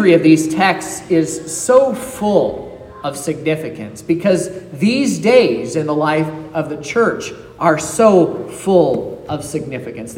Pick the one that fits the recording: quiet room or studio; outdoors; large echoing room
large echoing room